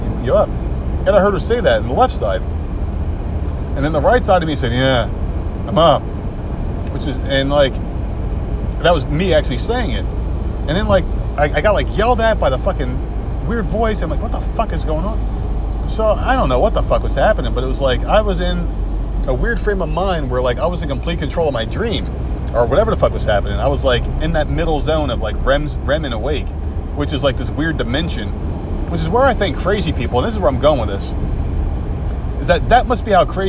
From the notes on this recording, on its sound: Road trip! Drives with you from Charleston to Myrtle Beach and rants along the way. Then screams at other people on the road when he hits civilization.